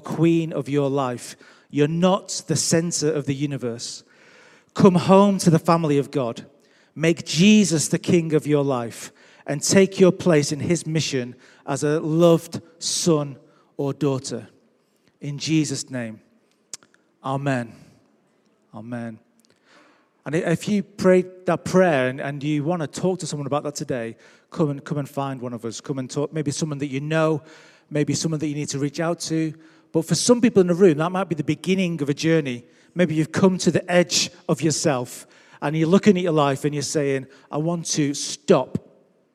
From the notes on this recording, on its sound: Recorded Live at Life Church Lancashire on 3rd October 2021.